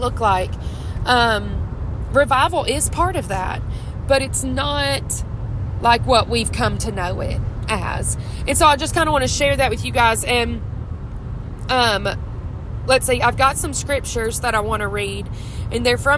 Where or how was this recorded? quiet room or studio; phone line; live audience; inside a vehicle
inside a vehicle